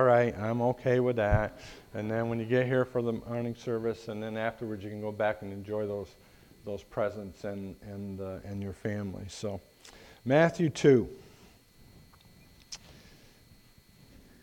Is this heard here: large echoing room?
yes